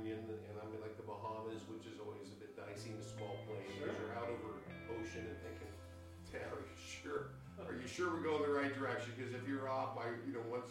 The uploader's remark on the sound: We experienced some technical difficulties on this episode, we did our best to fix them and make the episode great. We have fixed the problem and purchased new equipment.